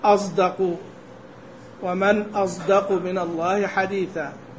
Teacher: إذا سكنت الصاد وبعدها دال نطقت بالصاد المشمة صوت الزاي